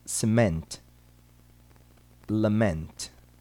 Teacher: duas palavras cuja sílaba tônica recai no sufixo ment